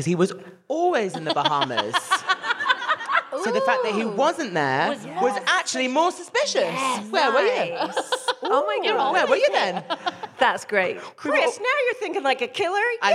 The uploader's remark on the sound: We then hear from a member of the audience